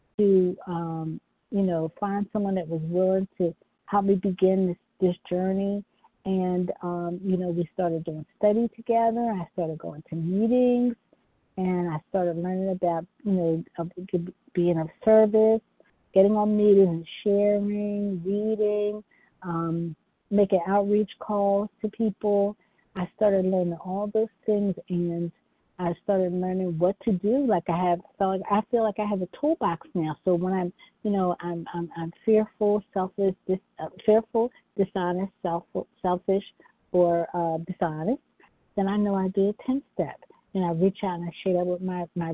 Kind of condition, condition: link, phone line